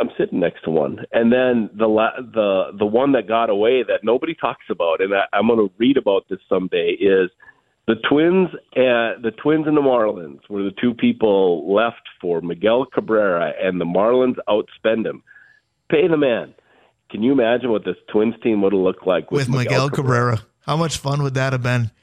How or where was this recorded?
phone line